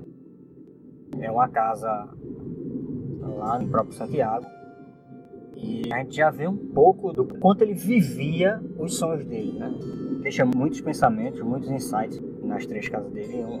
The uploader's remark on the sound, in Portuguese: Apesar das falhas na gravação